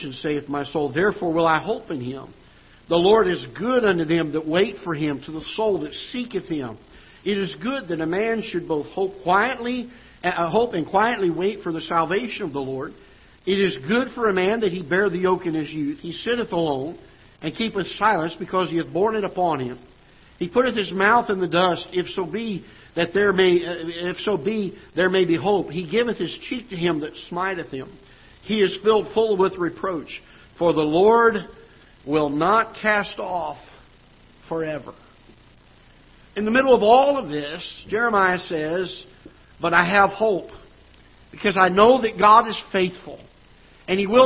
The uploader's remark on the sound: Ketha Heights Baptist Church ~ Live Broadcast